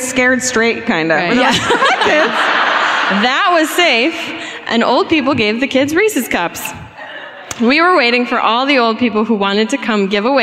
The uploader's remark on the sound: Live at the Riverside Theater in Milwaukee (2017).